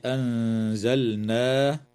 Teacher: وتخفى النون الساكنة عند الزاي مع الغنة مرققة في كلمة أنزلناه